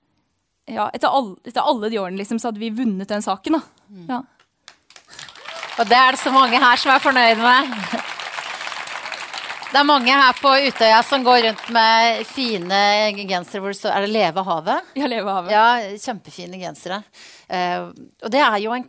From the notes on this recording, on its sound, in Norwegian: Live fra Utøya